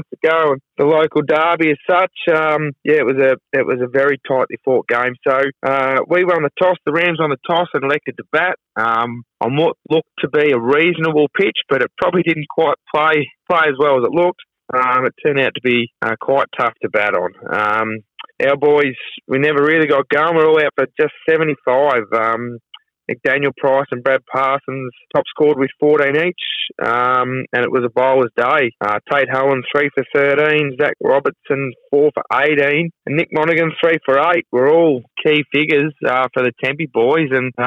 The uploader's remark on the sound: phones in to the Flow Friday Sports Show